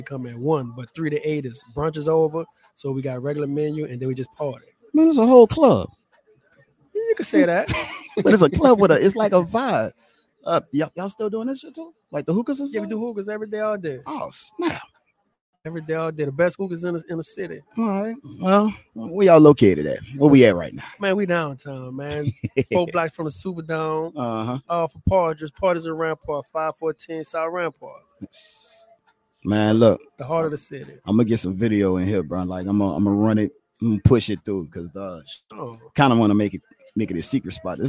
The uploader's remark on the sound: We Outside! QRU Bar&Lounge